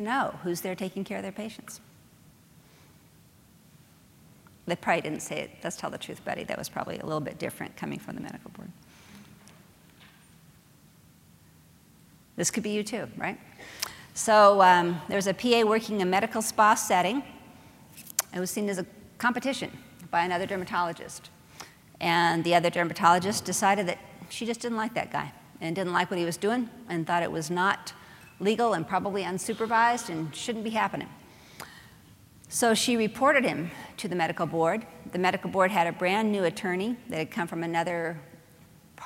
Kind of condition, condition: setting, live audience